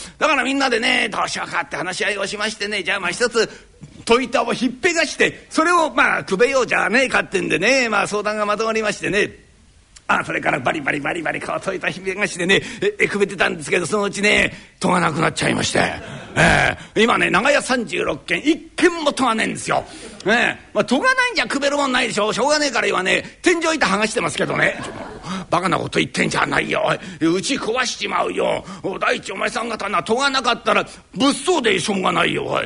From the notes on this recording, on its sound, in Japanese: 築地本願寺・ブディストホールにて収録した古典落語『長屋の花見』。